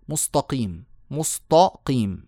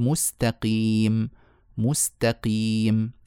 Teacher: خلوا التاء طاء بسبب مجاورتها للقاف ثم جعلوا السين المسكينة تتأثر بالطاء الجديدة · Shown in: first take · التي وضعوها فصارت مستقيم يعني سبحان الله ضيعوا الكلمة من أولها